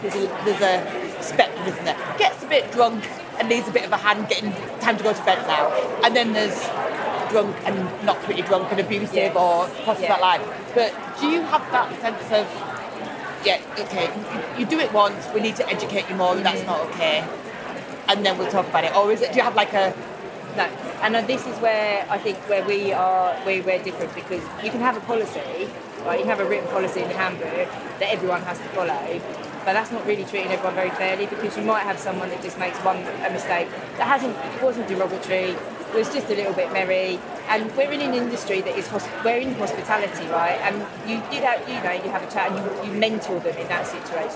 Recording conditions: busy venue